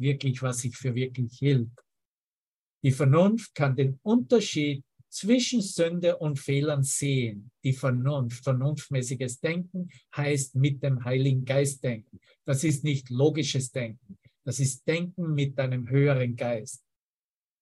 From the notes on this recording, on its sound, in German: Zoom-Session. Veranstaltet von der Aleph Akademie.